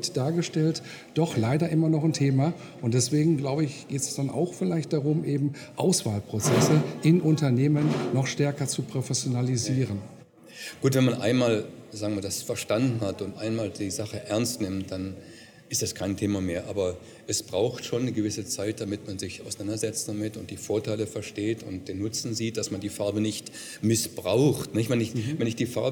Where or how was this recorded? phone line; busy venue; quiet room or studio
busy venue